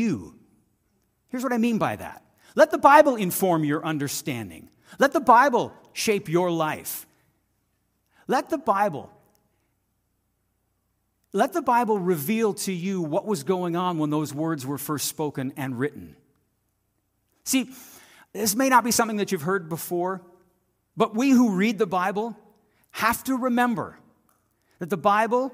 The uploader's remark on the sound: This audio is taken from the January 28, 2024 worship service at FBC Charlottetown.